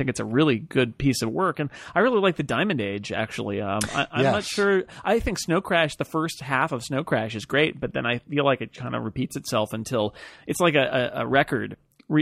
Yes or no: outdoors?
no